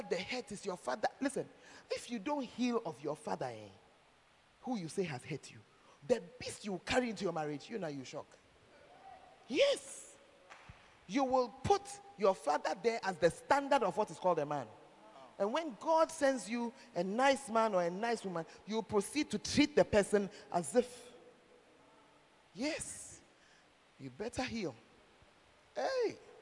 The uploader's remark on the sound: Preached At The 12 Foundations Of The Bacenta Camp